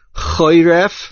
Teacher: Choiref is mil'el. The main accent is on the ches.